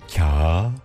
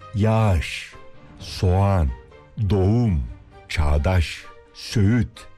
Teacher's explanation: Yani yumuşak G'yi söylemeyip ondan önceki ünlüyü bir değer uzatıyoruz. Kağıt. Ardından gelen ı'yı bir değer olarak ardına ekliyoruz.